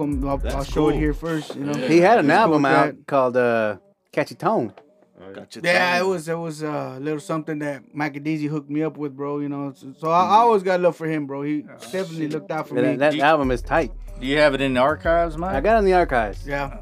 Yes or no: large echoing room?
no